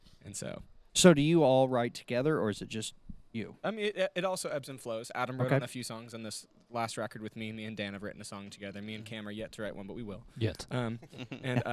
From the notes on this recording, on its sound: We actually recorded this backstage at their concert a few weeks ago.